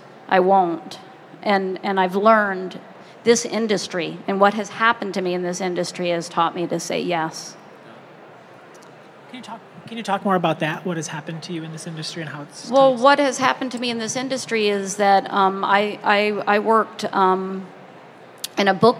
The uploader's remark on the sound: Recorded live in front of an audience at the 2016 American Library Association Annual Conference.